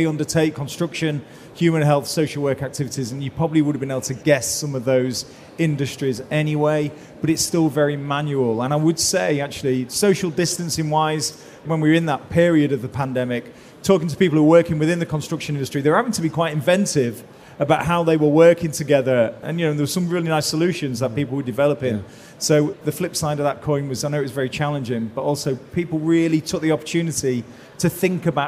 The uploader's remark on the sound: Recorded in the Operational Excellence Theatre at Safety & Health Expo in May.